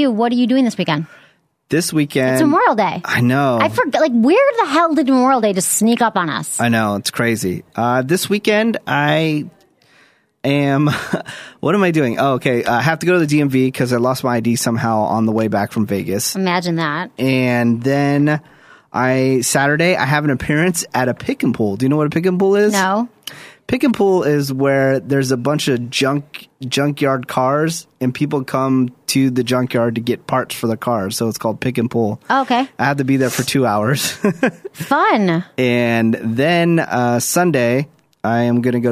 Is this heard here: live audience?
no